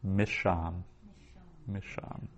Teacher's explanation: So it would be two syllables, the first syllable mish, and then the second syllable sham, with that sheen doubled. And it's doubled because the nun has disappeared into it, being assimilated into it, we say.